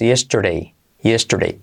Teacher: después de la R, esa D es como una R suave